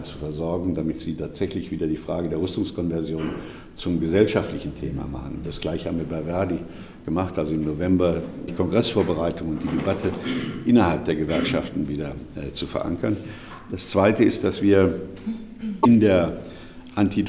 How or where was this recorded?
live audience